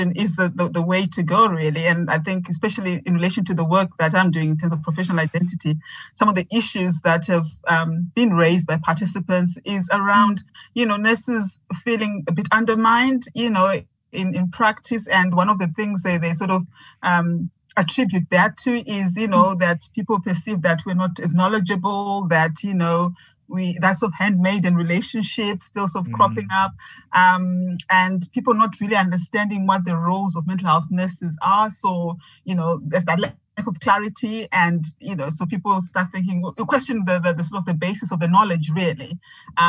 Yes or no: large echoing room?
no